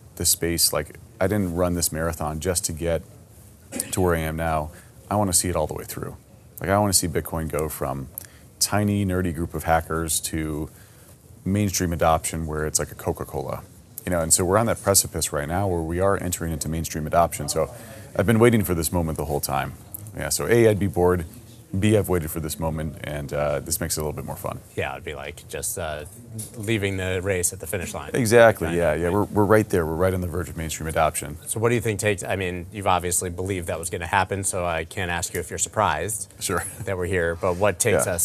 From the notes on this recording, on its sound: Recorded at Consensus 2022 in Austin, Texas.